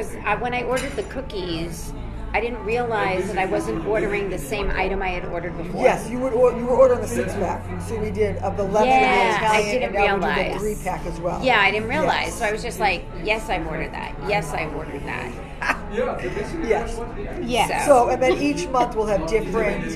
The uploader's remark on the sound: We're live on location at 110 Grill in Woburn.